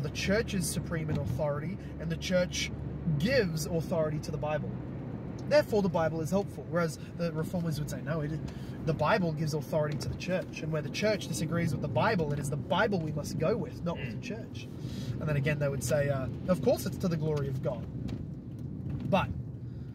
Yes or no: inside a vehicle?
yes